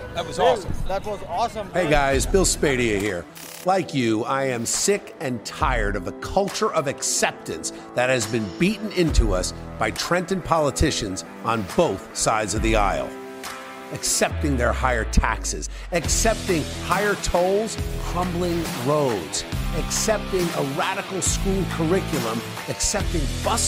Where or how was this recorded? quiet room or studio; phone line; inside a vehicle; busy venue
busy venue